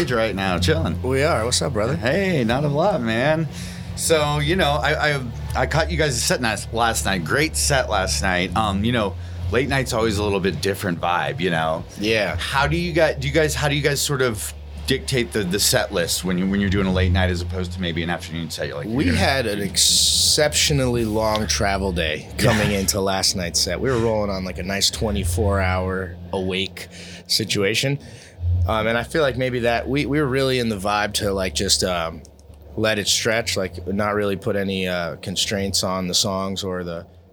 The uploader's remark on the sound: backstage at the High Sierra Music Festival